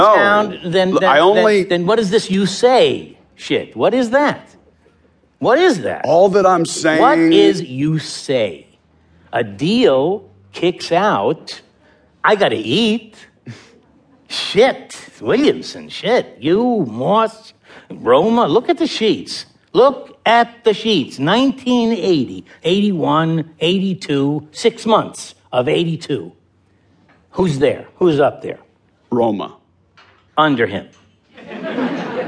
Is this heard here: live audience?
yes